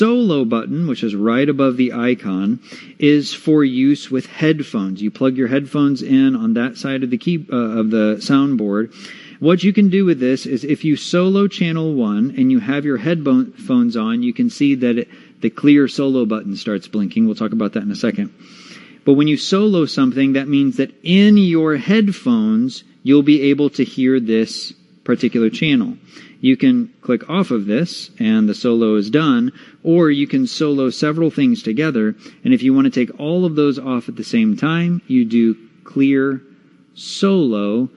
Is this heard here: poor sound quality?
no